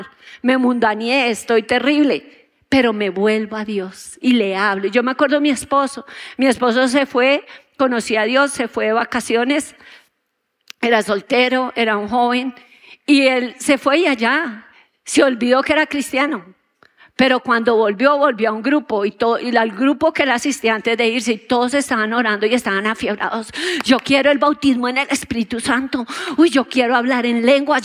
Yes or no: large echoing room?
yes